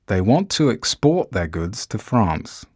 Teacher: Export is a verb. Stress on the last syllable.